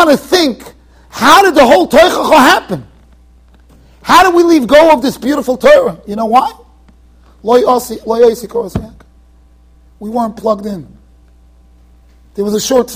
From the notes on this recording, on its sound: Shiur recorded in Yeshivas Ohr Reuven, Monsey NY.